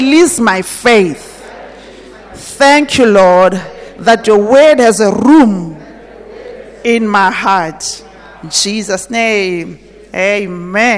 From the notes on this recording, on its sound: At GTCFC City campus at the morning service.